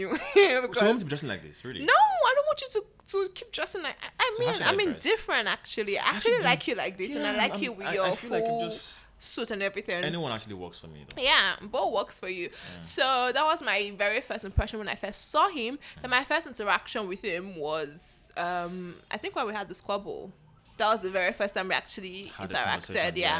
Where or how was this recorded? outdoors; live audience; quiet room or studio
quiet room or studio